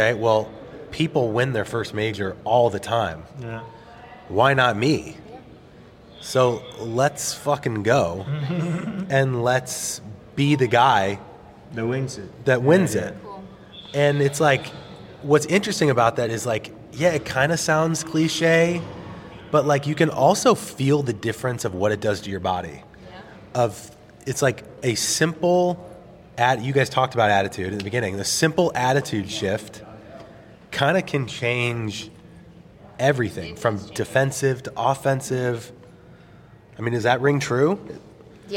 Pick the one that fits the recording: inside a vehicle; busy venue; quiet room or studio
busy venue